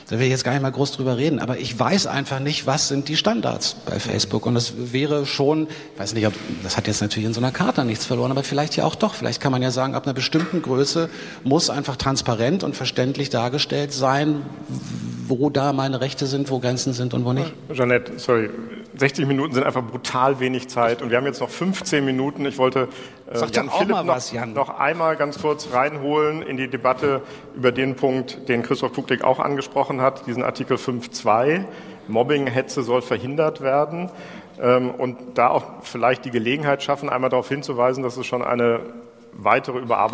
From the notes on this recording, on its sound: The opening panel at #DigitalCharta Con will present the initiative and bring together the authors and critics of the Charter. Together with the re:publica audience.